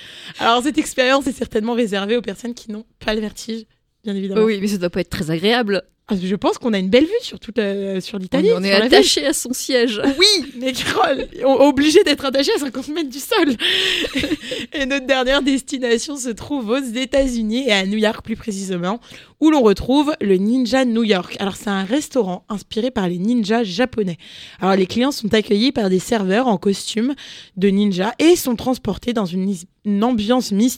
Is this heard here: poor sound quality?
no